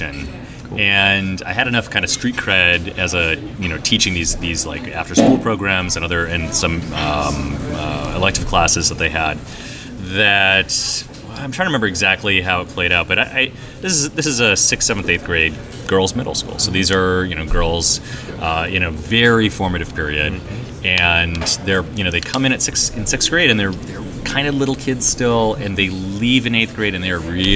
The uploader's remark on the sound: a live interview recorded at Gen Con 2019